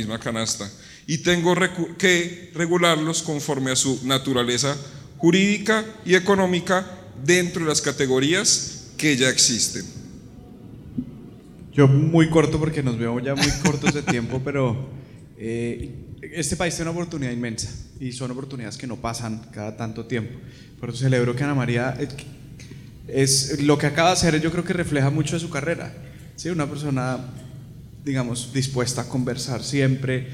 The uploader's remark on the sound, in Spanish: Este es un episodio grabado en vivo durante el CINTEL Blockchain Forum, en la antesala de ANDICOM 2023.